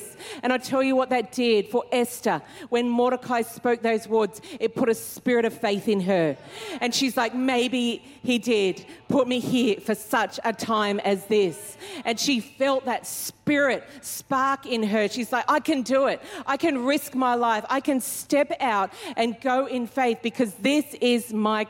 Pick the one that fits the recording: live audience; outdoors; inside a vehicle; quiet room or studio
live audience